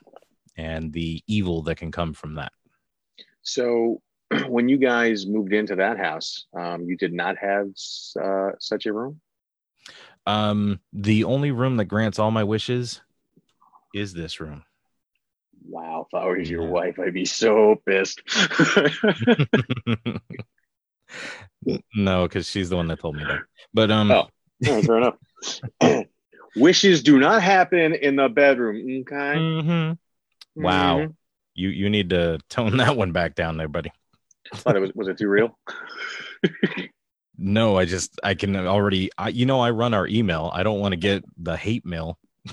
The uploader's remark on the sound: I lost some of the audio files so this is taken from the ZOOM recording we did for Facebook Live